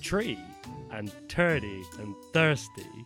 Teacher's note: the Irish say tree and turdy and thirsty, like on a hard T